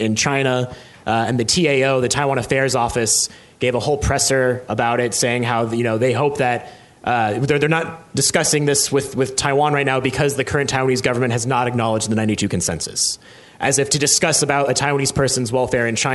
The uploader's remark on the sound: a special ICRT-TVBS World Taiwan election roundtable event recorded at the National Taiwan Normal University in Taipei